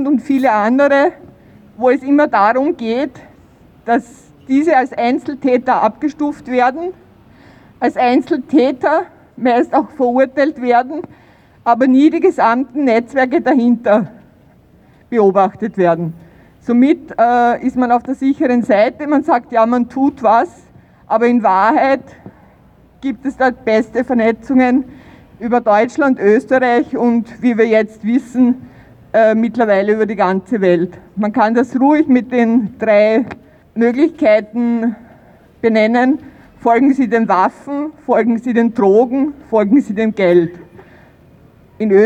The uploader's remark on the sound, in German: Aufzeichnung einer Kundgebung am 14. September 2022 in Wien 2